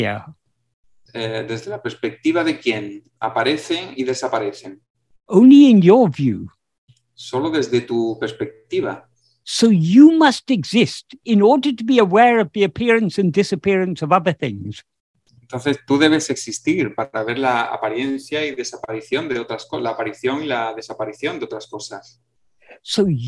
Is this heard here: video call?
yes